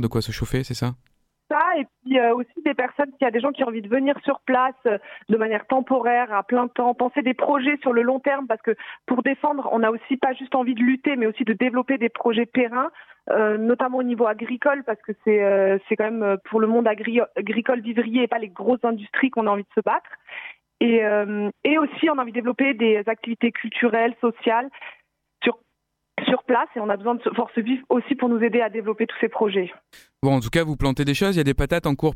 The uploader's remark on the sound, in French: Un point par téléphone du côté de la ZAP , l a Zone A Patate de Pertuis.